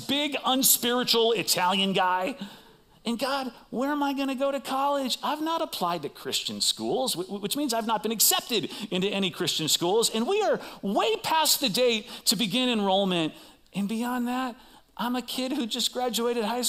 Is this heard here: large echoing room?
yes